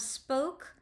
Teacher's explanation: She also is doing something really interesting in this sentence with these consonant sounds, with the initial consonants. So we have spoke, which has both the sibilant sound and that hard plosive of the K, the stop of the K